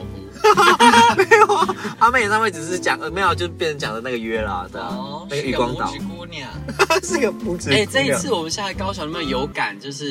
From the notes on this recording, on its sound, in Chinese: 錄音開車。開車錄音。